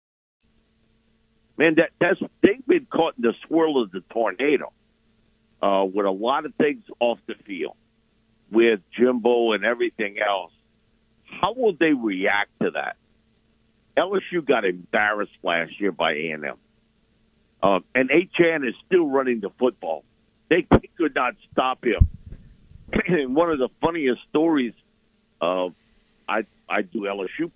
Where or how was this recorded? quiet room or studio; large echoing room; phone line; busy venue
phone line